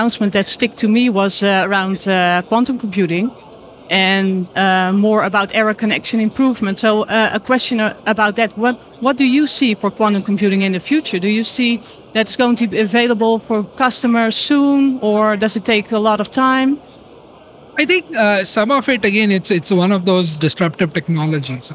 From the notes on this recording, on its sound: We are live from AWS re:Invent 2023 in Las Vegas, direct from the Expo floor.